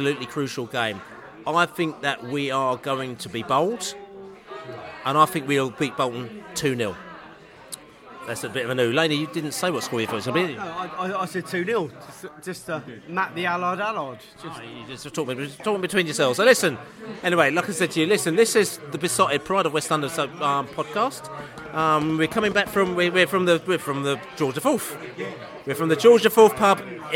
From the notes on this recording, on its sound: The Beesotted pre-Bolton Christmas Podcast. Met up for pre-Christmas drinks at the George IV pub in Chiswick.